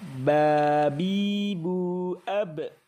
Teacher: Huruf ba bertemunya antara kedua bibir dalam keadaan tertutup.